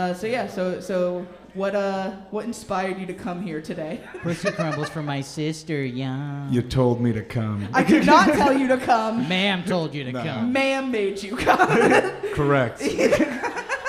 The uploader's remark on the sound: LIVE! From Electric Haze. It was a ton of fun doing it live.